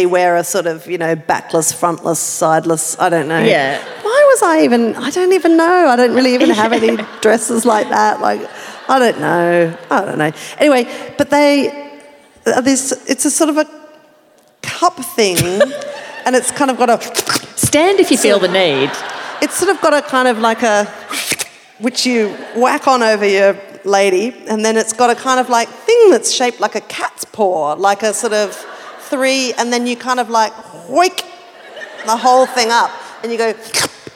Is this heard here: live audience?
yes